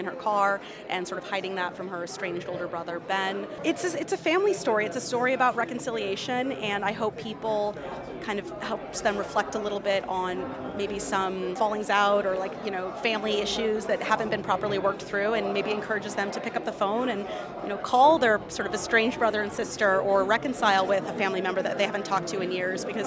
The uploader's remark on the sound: We'll take you to the red carpet of the Soho International Film Festival. Soho International Film Festival 2023. We'll take you to the red carpet of the Soho International Film Festival.